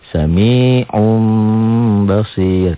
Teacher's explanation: N jadi M kalau dilatihkan. Bunyi nun matinya berubah total menjadi mim mati. Tapi disertai dengan ditahan dan samar. · Term: iklab